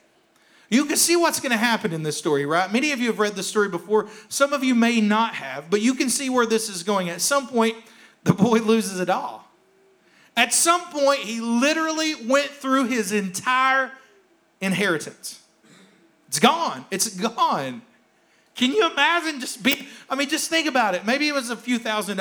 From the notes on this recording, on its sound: Here is a rebroadcast of our service from February 28th, 2021.